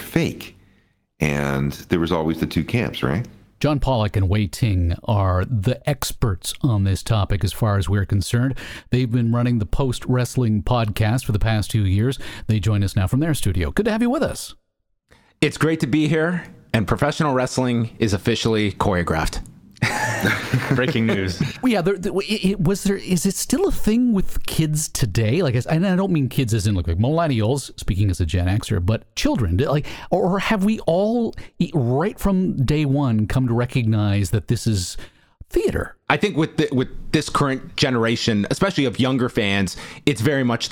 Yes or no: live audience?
no